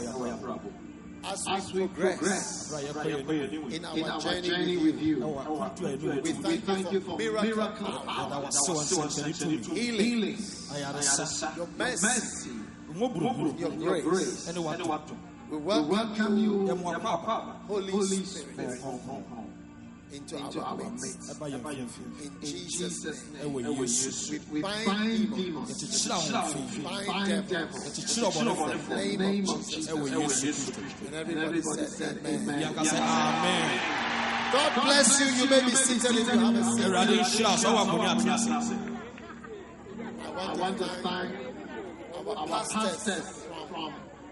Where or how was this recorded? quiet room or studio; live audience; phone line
live audience